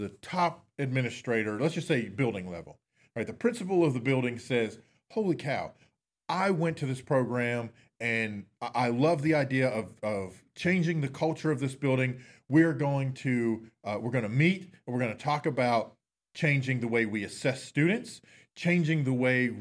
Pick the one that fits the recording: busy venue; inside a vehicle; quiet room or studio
quiet room or studio